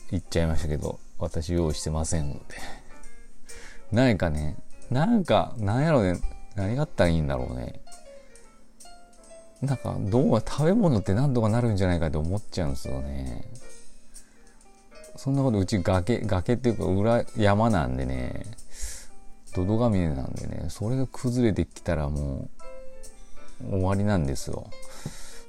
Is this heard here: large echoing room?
no